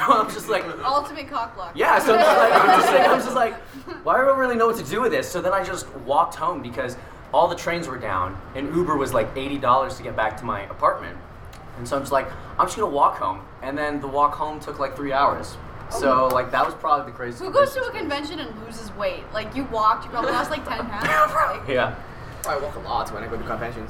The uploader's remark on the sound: Recorded LIVE from a hotel hallway at Katsucon 2019 in Washington DC. Due to the un convention al recording space (pun super duper intended), the audio can be a little rough at times.